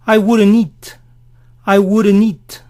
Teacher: Esto suena wouldn't, wouldn't. Pero cuando a wouldn't le sigue una palabra, a menudo la T final no se oye. I wouldn't eat.